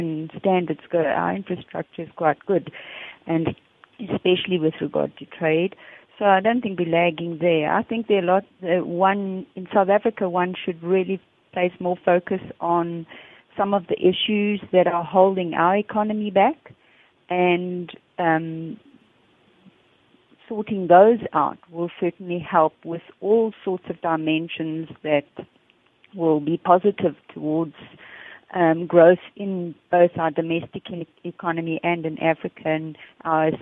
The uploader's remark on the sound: We are joined on the line. Correspondent based in Kigali, Rwanda.